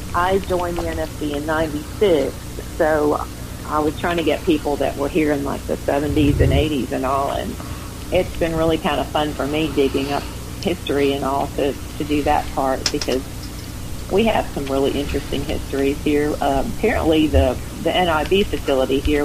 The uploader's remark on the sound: The coffee club where we have live conversations and take your calls.